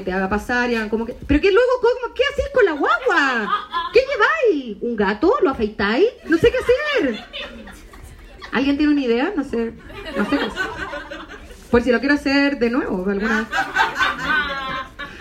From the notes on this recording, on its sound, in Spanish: Este es el audio de un show en el que probé chistes. No es pulcro, ni pretende serlo, algunos chistecitos funcionaron, otros no, es una foto de un show, de un momento, para ti, con errores, fomeos y todo.